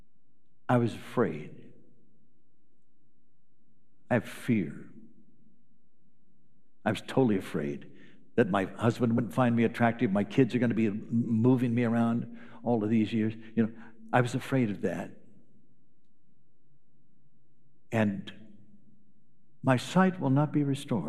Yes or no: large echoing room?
yes